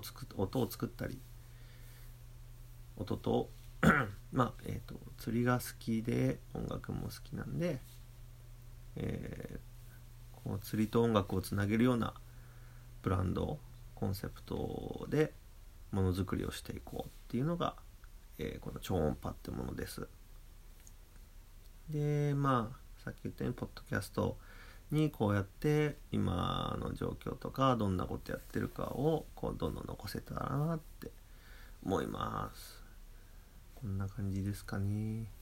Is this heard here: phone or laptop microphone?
yes